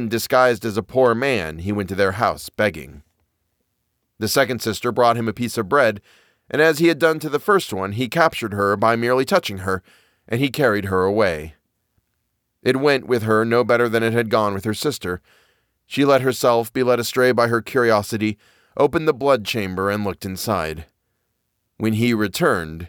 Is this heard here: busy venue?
no